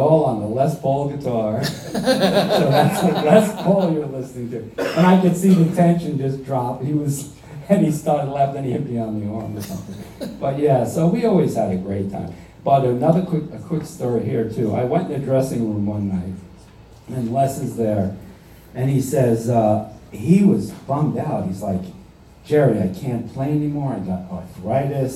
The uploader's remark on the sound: between sets at his performance for REJS Entertainment at Tavern On The Lake in Hightstown NJ